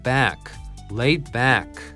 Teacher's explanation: レイドの D の部分がね、後ろの B とぶつかって消えるね。だからもう発音しないで、小さい音で溜めるような感覚です。ね、レイ、ね、それだけ。で、あとは決めどころ、このバックだよね。バックって言っちゃいがちなんだけど、ここぞ決めどころです。口を横に引いて縦に開けて、え、思いっきり走ってください。え、バックじゃなくて、back, laid back.